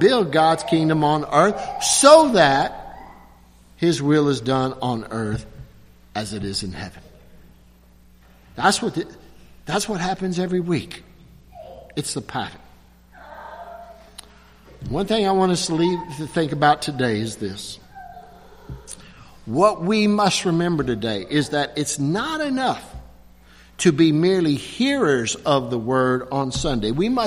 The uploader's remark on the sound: at Christ Covenant Presbyterian Church, Lexington, Ky.